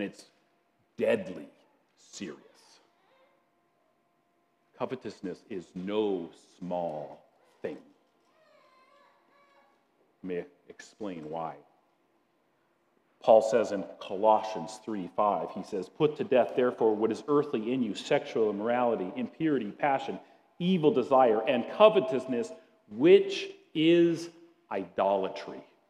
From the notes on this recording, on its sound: At Grace City Church in Fargo, North Dakota.